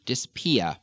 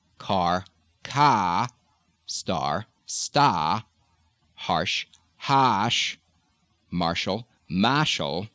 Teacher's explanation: In most parts of New England, the R following the vowel is going to disappear.